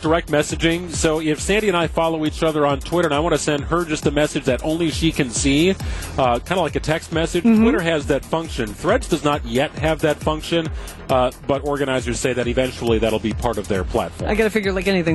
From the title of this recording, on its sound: LIVE at Summerfest Weekend 3!